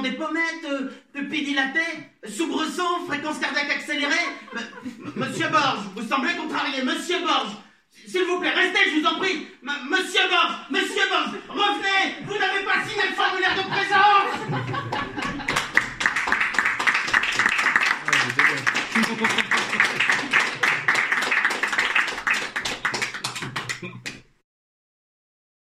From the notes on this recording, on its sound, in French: l’occasion était trop belle pour ne pas enregistrer nos impressions, ainsi que celle des autres spectateurs!